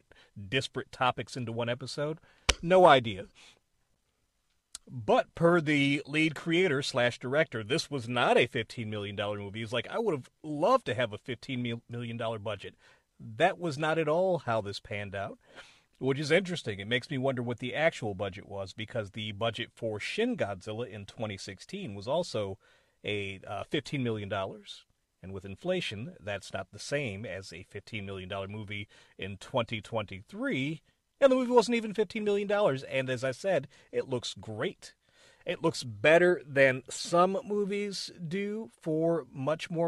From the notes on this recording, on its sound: A quick and dirty episode that I recorded in my car.